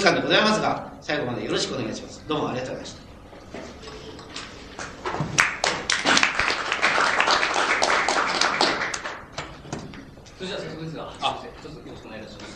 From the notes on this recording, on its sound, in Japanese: 場所：長岡短期大学。講演は午前をかけて行われ、 午後の討議・質疑応答を含め 約３時間半にわたる全編収録。音源は主催者提供。客席から録音。